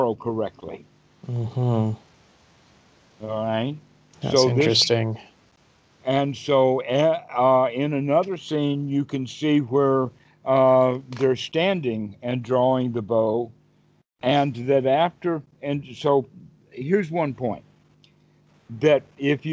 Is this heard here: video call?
yes